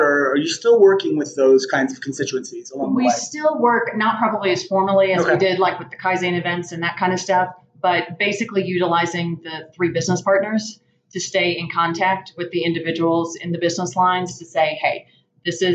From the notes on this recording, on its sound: recorded live from the OC Tanner Influence Greatness Conference in Park City, Utah